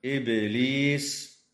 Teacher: وتقلقل الباء في كلمة إبليس